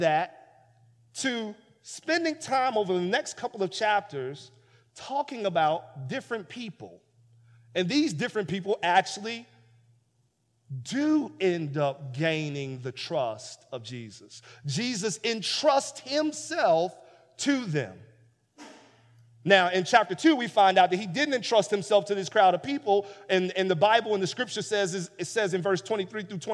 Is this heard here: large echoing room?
yes